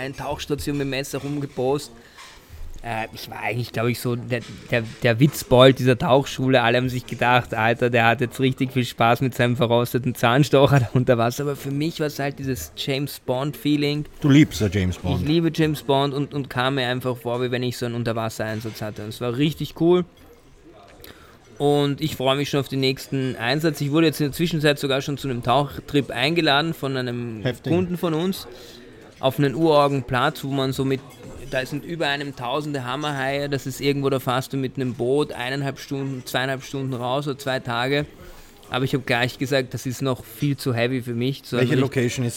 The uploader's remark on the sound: Live aus dem Golfclub. Der Podcast wurde zum ersten Mal aus dem Golfclub aufgenommen.